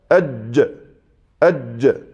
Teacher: لما حصل هذه الضربة من وسط اللسان في الحنك الأعلى سمعنا الجيم